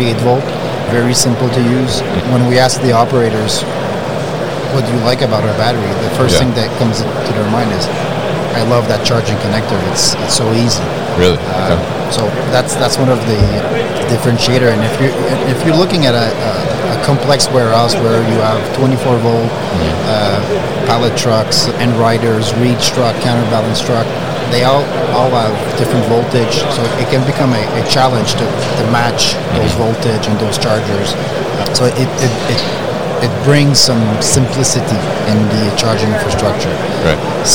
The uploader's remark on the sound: UgoWork at MODEX 2022